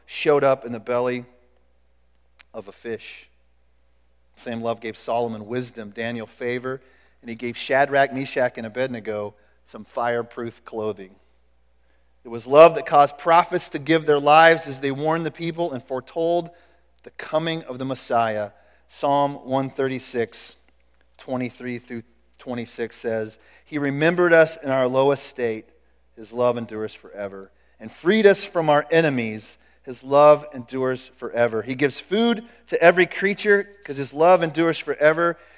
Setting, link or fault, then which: setting, large echoing room